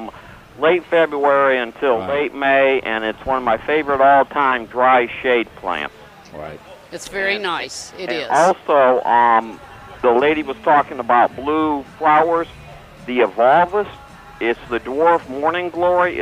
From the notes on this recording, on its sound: broadcasting live from the NC Pet Expo